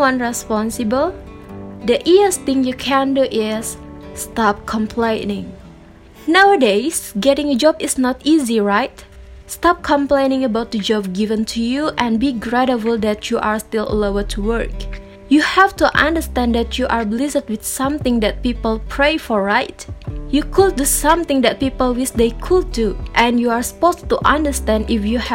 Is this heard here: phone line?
no